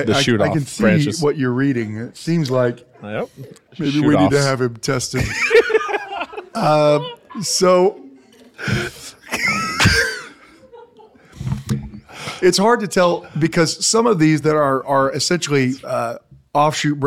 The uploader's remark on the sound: Standard of Truth Tour: Recorded Live Before a Studio Audience. While on the Standard of Truth Tour's maiden voyage.